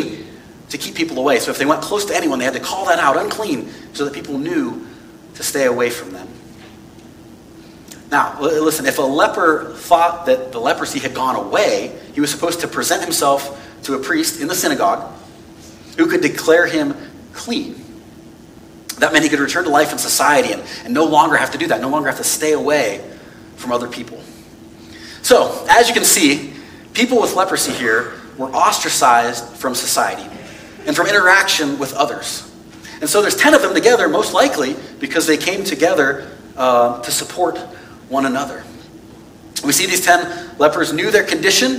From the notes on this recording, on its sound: This message was preached on November 27, 2022 at FIVE39 Church.